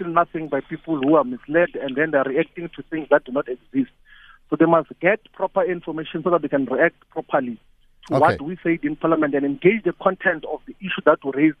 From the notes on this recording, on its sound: He now joins us on the line…. Guest(Phone).